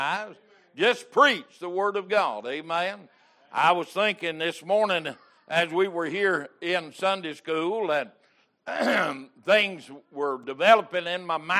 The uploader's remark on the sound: Recorded August 7, 2022 - Sunday Morning Service